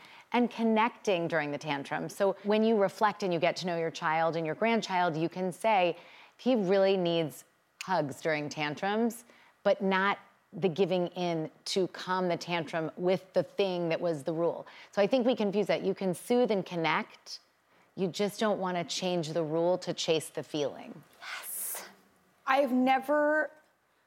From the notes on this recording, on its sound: answering audience questions